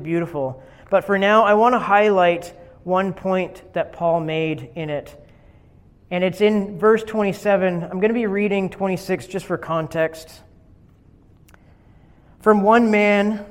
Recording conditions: large echoing room